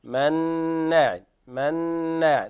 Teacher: النون مشددة في كلمة مناع، هذه تغني مقدار حركتين